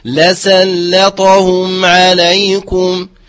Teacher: بالترقيق اللام الأولى والسين واللام ثم تفخيم الطاء · Term: بترقيق اللام